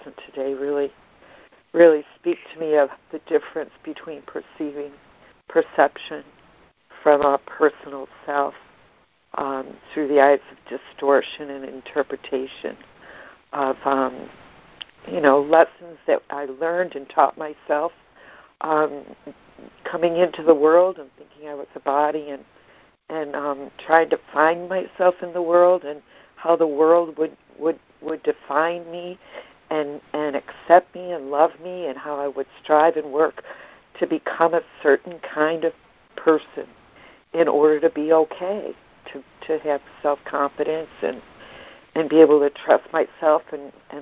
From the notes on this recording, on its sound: ACIM Daily Conference Call